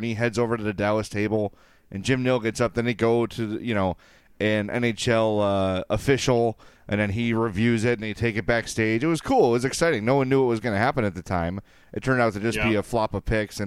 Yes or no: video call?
no